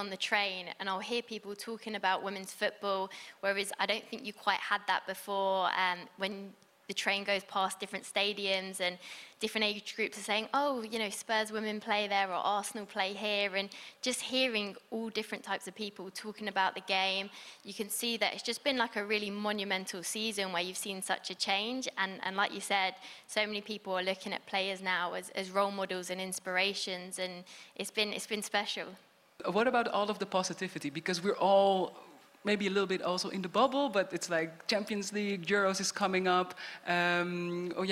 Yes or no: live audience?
yes